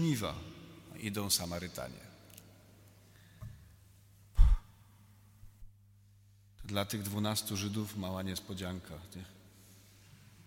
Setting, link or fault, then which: setting, live audience